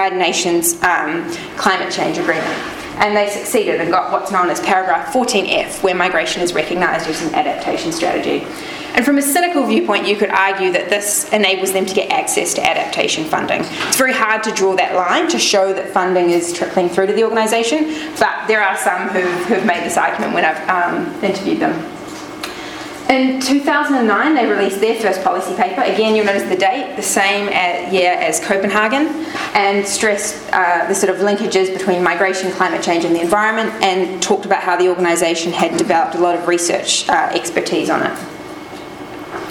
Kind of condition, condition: setting, large echoing room